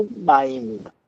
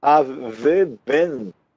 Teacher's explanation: em vez de ser v, ele vira u · Shown in: first take